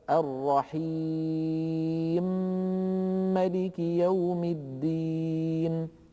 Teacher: فهنا التقى ميمان ولكن الميم الأولى متحركة هي ميم الرحيم فتسكن للإدغام، ثم تدغم الميم في الميم · Term: الإدغام الكبير